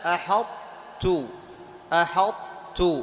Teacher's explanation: لكن أين الطاء؟ مدغمة في التاء، أحطت، أحطت، أدغمت، لكن بقيت إيش؟ · Term: الإدغام الناقص